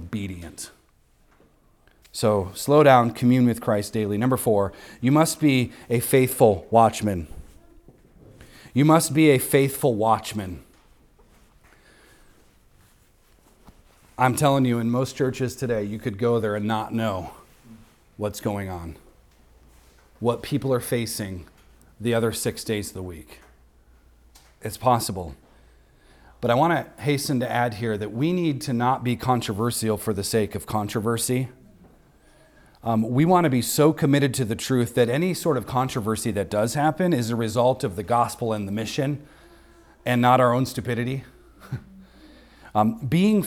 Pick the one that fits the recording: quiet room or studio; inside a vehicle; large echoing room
large echoing room